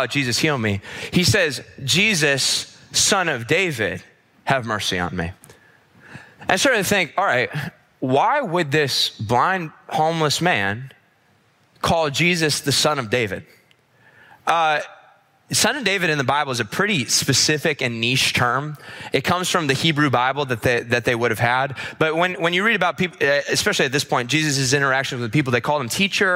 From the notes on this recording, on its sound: This episode was recorded at our weekend services